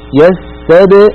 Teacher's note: الباء ساكنة مقلقلة وهي حرف شديد، فزمنها لابد أن يكون أقصر من السين